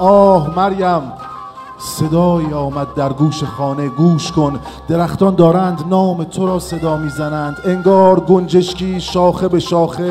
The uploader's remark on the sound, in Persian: این اجرای زندهی ما به تاریخ هفتم مردادماه ۱۴۰۰ است که به بهانهی آغاز پنجمین سال فعالیتمان به صورت زنده ضبط و حالا منتشر میشود.